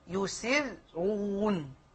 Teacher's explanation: يقولون هذه راء مشددة وهي عبارة عن حرفين، فيرققون الراء الساكنة الأولى لأنها مسبوقة بسين مكسورة